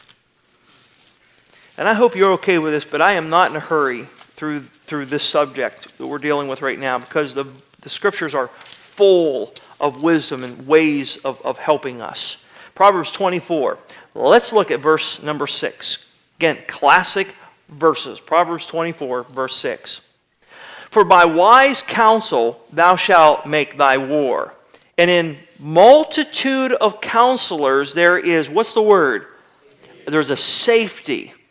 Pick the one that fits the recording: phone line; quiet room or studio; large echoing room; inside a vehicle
large echoing room